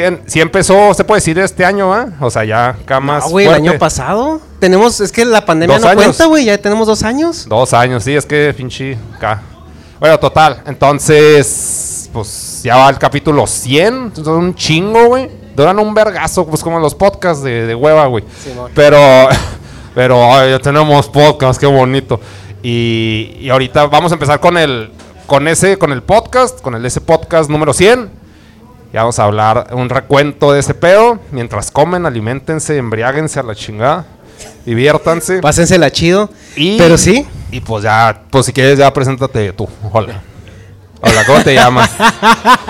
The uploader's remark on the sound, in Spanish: Episodio Especial En Vivo Desde El Dragon Rojo.